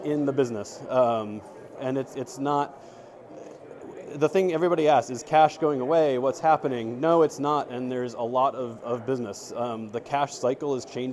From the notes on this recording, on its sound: live at IACOA in Dallas, TX